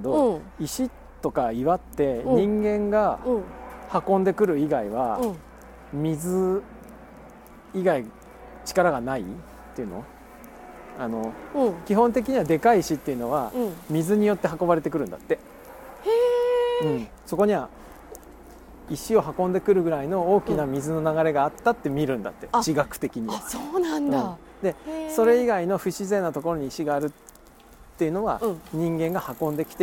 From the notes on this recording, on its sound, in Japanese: 谷根千。今回のことほぎラジオは2人でまちを歩きながら録りました。